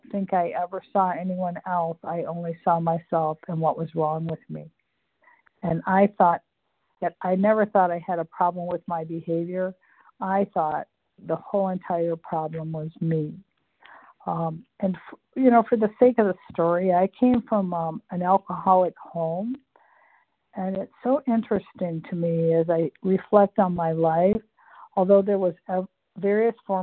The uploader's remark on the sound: the 100 Pounders Phone Meeting, 2/1/24